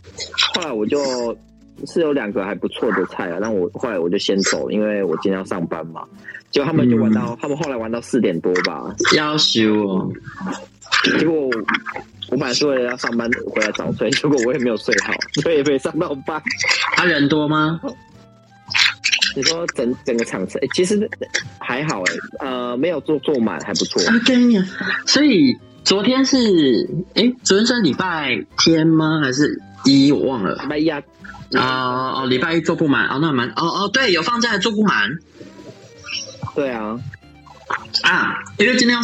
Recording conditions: phone line